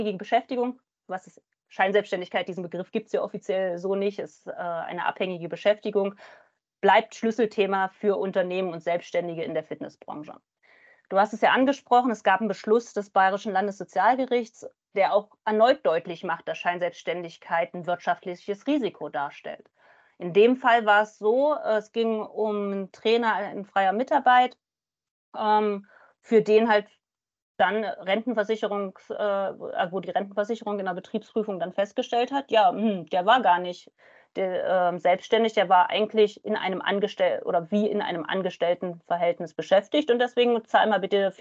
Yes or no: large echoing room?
no